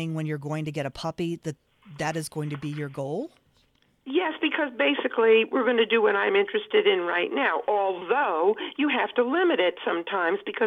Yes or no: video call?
no